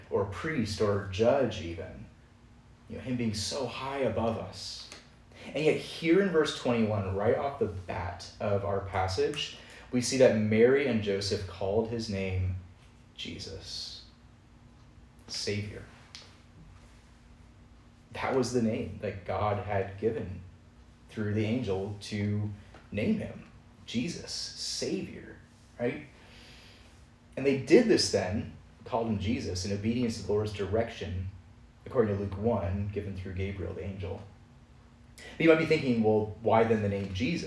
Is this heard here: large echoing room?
yes